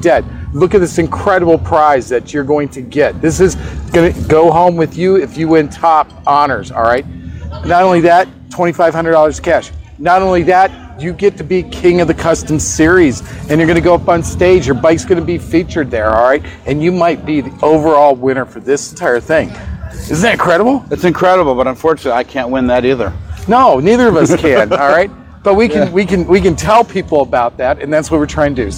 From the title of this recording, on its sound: Live in the Crossroads at the Sturgis Buffalo Chip